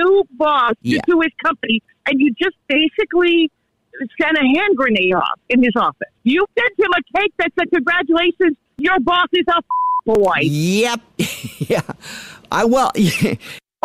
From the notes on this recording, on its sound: set-up a friend or family member to wake up with The Jubal Show, phone prank style